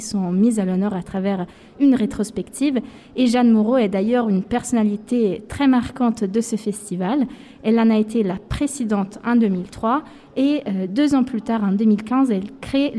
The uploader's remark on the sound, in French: Nous étions en direct du festival Premiers Plans – Angers Film Festival , au Centre des Congrès d’Angers. Un Sous-Marin en direct du festival Premiers Plans.